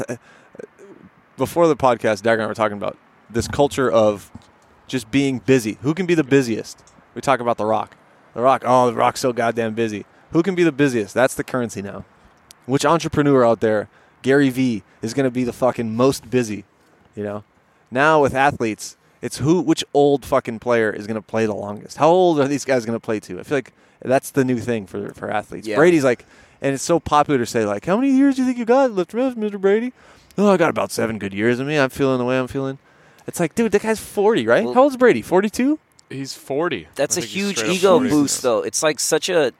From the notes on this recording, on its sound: Live from another Greenfields bench